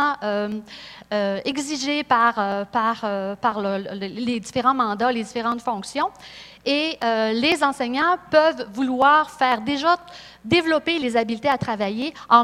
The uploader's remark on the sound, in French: Conférence 201 du colloque 2015 de l'AQPC, à Saguenay.